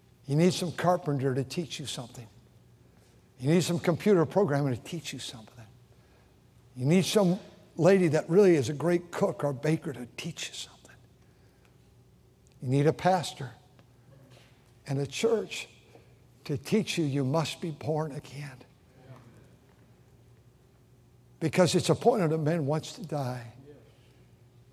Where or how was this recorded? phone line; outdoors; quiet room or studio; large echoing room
large echoing room